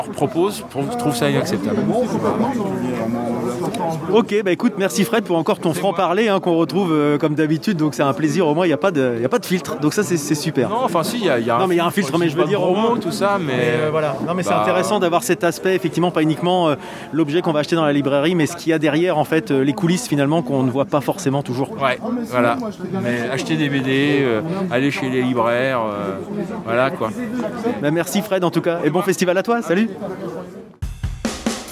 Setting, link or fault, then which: setting, outdoors